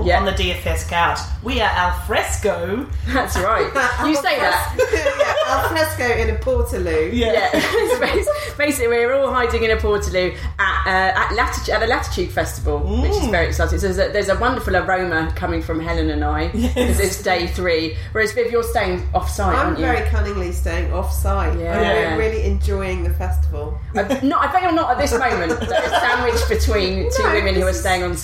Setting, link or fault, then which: setting, busy venue